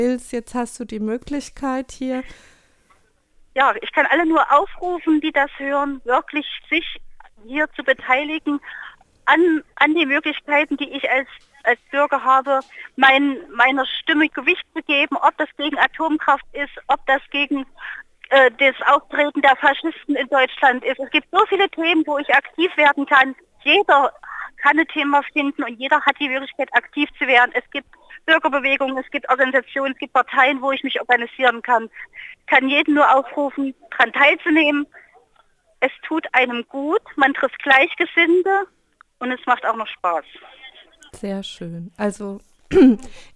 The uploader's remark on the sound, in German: bei Radio Darmstadt über Telefon aufgezeichnet